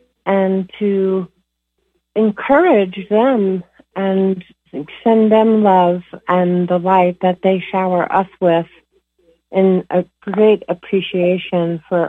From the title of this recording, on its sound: Conference Call LIVE, June 15, 2022